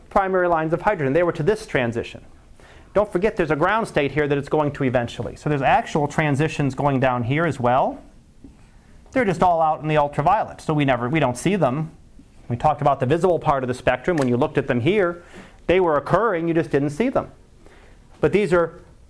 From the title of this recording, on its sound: Live Class Lecture